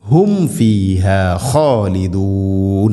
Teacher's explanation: സാകിന മീമിന് ശേഷം ഫ, നേരത്തെ പറഞ്ഞതുപോലെ രണ്ട് ചുണ്ടുകൾ തമ്മിൽ തട്ടിച്ച് മീമിനെ പൂർണ്ണമാക്കി ഉച്ചരിക്കണം. ഹും ഫീഹ ഖാലിദൂൻ.